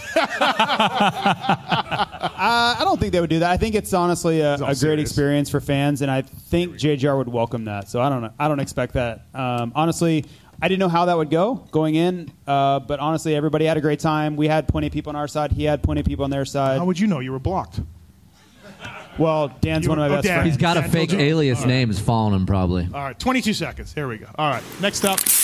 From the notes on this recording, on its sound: Pulpmx Show LIVE from The Space, Las Vegas. The live show we did from The Space in Vegas.